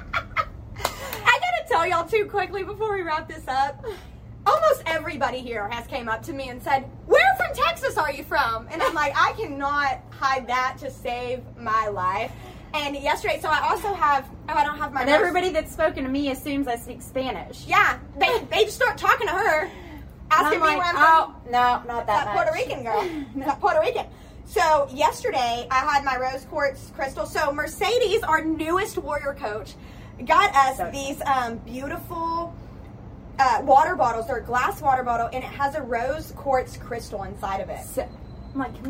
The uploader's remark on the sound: Tune in live from the beautiful Tulum jungle beach in Mexico while on a yoga retreat.